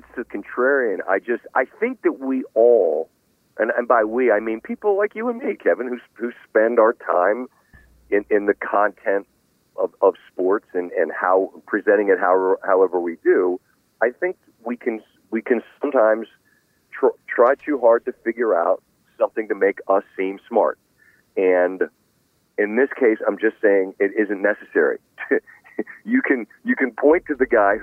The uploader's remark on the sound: Called in from Southern Hills in Tulsa.